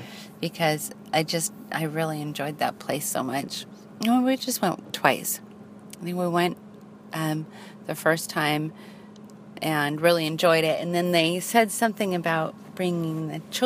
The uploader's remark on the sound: I drive around and record while visit Penryn.